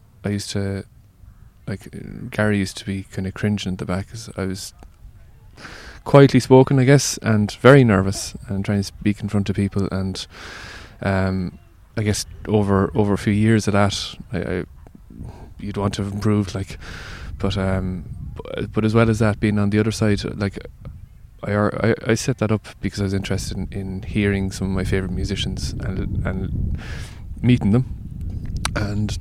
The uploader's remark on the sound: He played It Takes a Village festival in Trabolgan earlier this year - this interview was recorded by the beach the following afternoon from his raucous/informative set.